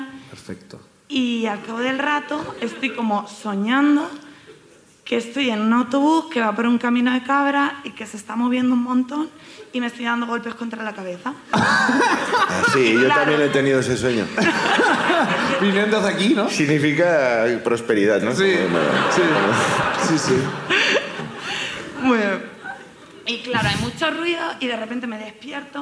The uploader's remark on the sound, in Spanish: El público sube a contarnos